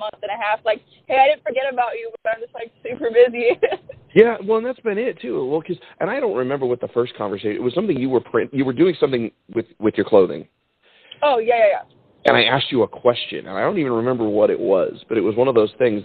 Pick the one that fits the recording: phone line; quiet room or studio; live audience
phone line